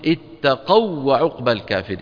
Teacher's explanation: ونحن وقفنا على التقوى لو وصلناها نقول اتقوا عقبى الكافر. اتقوا فيلتقي في النطق واواني والأولى منهما ليست بحرف مد. لو كانت حرف مد فلا إدغام، حرف المد لا يدغم.